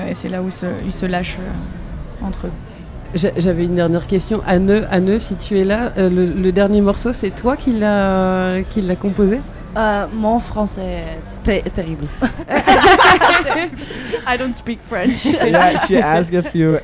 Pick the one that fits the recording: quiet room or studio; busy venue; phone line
busy venue